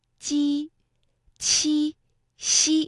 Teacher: 舌尖要下垂，要抵住我们的下齿内侧，舌面前部要抬起，靠近上颚前部，而舌面呢和硬腭之间要形成窄缝，气流呢就从这个窄缝当中通过，产生摩擦声，双唇要微微张开，略呈扁平状。嘴角呢要稍微的向两侧拉开，声带不震动。那声母是鸡呀，它发音是有一定的共性的，比如说像俊。那另外呢，还有我们生活当中，比如说像鸡、七、西，读音呢都有相似的地方。萃取文词意蕴，感悟智慧哲思，诗词歌赋。鉴赏，倾听，倾听。搞好普通话，欢迎大家来到鉴赏倾听环节，我是主持人。我是主持人，今日嘅节目一齐嚟聆听下《如梦令》作嘅雨疏风骤，佢系宋代女词人李清照嘅早期词作嚟嘅。这首词呢，是借宿酒醒后询问花事的描写，委婉地表达了作者怜花惜花的心情，也充分呢体现出他对大自然、对春天的热爱，也流露了内心的苦闷。那后人呢对这首词评价很高，尤其是"绿肥红瘦"这一句，更是为历代文人所欣赏。《如梦令》